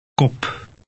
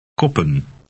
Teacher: The letter P in Dutch is less explosive than in English.